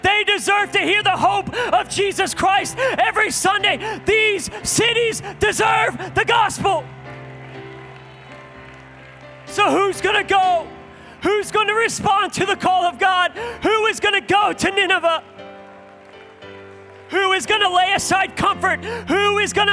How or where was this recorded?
live audience